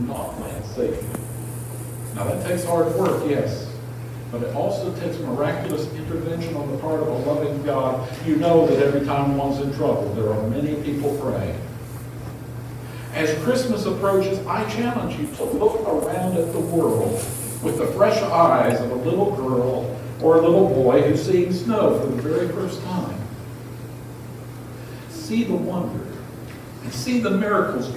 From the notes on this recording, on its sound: Apologies for the audio quality. Our primary audio system died, so this was recorded from the backup system.